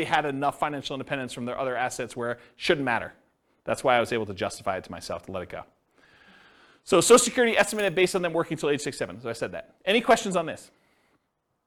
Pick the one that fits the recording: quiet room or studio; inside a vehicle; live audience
live audience